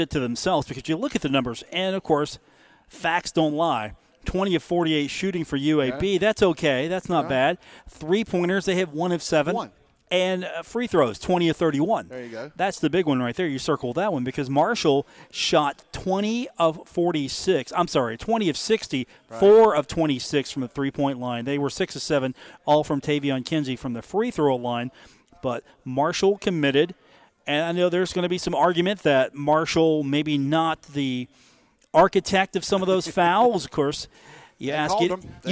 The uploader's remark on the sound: Live from the Union Pub and Grill